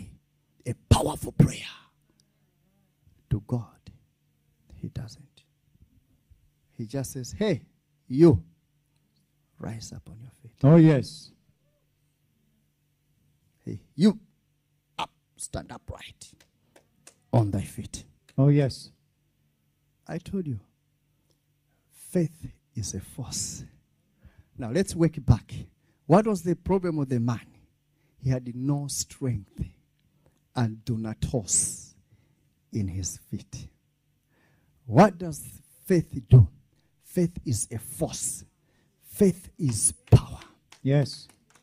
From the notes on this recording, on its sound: This teaching was extracted from our Live Church Service on the Sunday of Miracles. Streams International is a Prophetic Church.